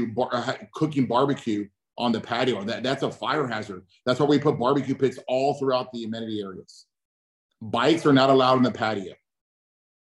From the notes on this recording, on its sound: Welcome to another Special Zoom session.